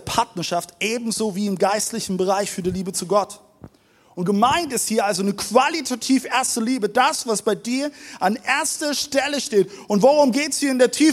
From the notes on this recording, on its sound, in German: Audiomittschnitt der Predigt. Im Kurländer Palais in Dresden.